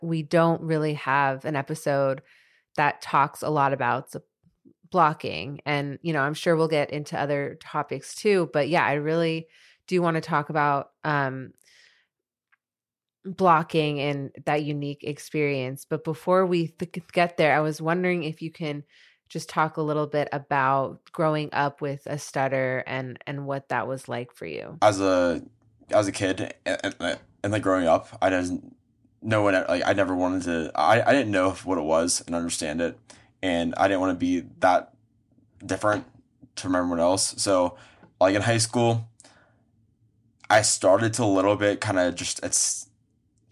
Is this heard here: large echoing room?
no